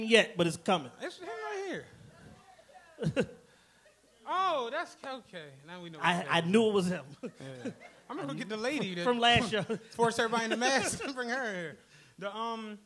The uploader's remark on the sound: returned to the venue of their first live show Punchline Philly to celebrate with some members of #TRPENATION!